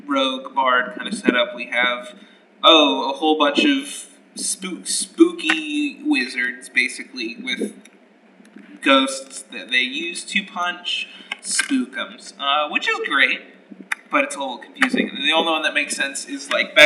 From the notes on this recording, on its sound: BECAUSE THE AUDIO SOUNDS HORRIBLEEEEEEEEEEEEEEEE.